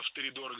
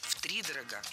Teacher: Втридорого – это неверно. Правильный вариант – с ударением на первом слоге. · Shown in: second take